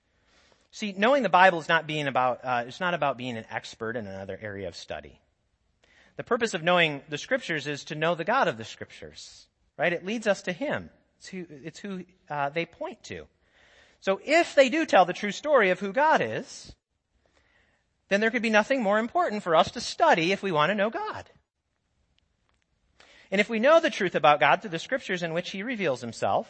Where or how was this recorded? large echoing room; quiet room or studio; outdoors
large echoing room